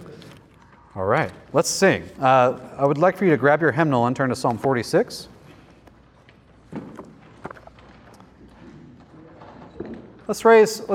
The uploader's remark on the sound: lecture from the 2023 Theopolitan Ministry Conference